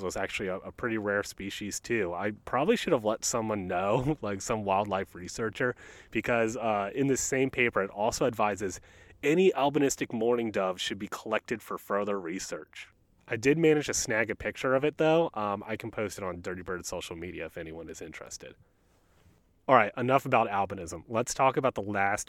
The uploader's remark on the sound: joined by the bird of First Landing State Park in Virginia Beach, Virginia who chime